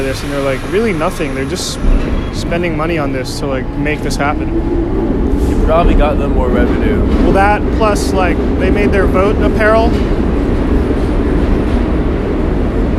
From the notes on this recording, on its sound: The podcast is recorded raw and unedited, there may or may not be LOUD noises that pop out all the sudden in your eardrums.